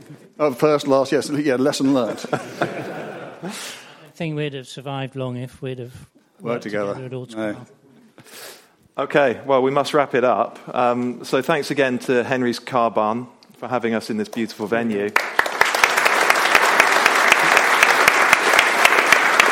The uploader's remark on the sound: Live from Henry's Car Barn. Questions from the live podcast audience.